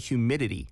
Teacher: I think, humidity 발음은 그, you know, the American way of like words with T like in the middle, like you don't really pronounce the T